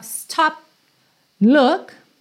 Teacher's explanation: percebe que esse P do stop corta o som mesmo.